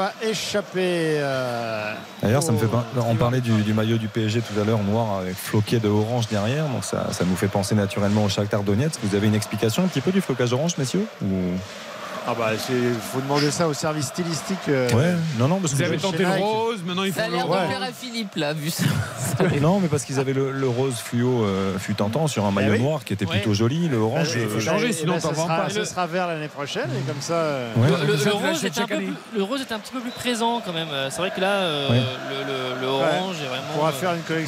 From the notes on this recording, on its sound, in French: en direct du Parc des Princes